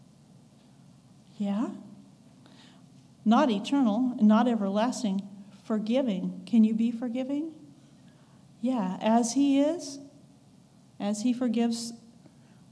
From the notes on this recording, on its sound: recorded on August 20, 2022, at the Ringgold Seventh-day Adventist Church